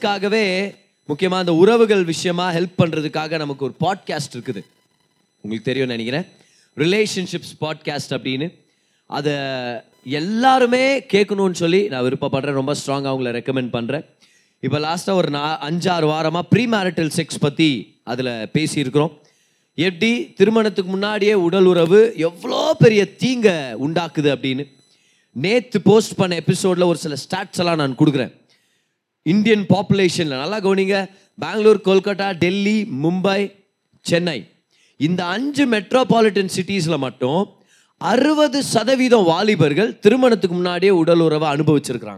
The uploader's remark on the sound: Singles Meet-June 2022. Preached in the special singles meeting.